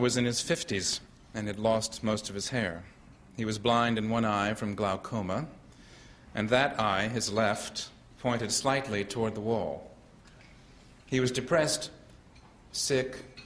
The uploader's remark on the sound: delivers the keynote speech at the annual meeting of the San Diego Historical Society.